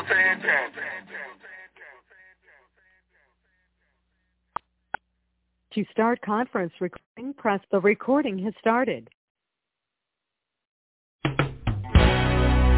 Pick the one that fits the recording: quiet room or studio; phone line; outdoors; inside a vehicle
phone line